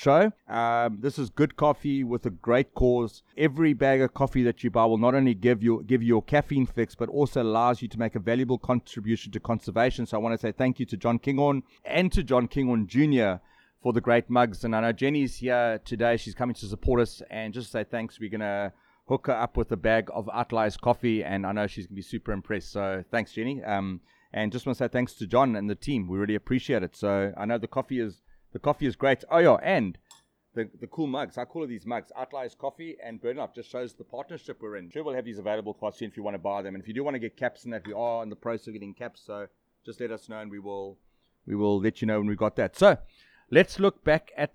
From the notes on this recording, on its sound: In this month’s episode recorded at The Lazy Moose in Clansthal on the KwaZulu Natal South Coast.